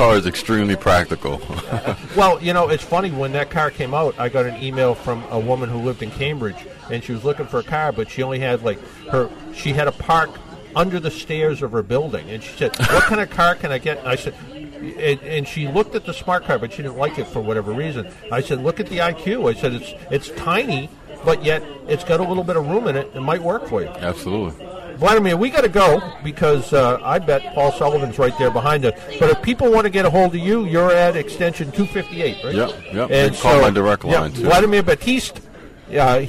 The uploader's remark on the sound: Live from Expressway Toyota